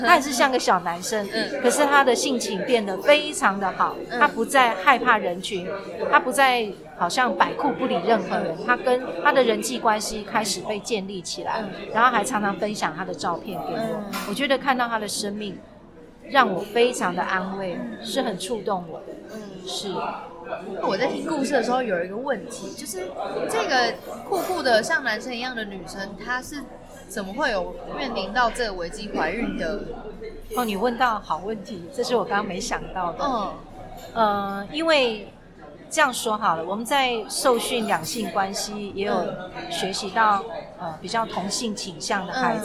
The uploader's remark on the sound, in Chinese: 本次錄音空間較多雜音，音質不佳還請多多包涵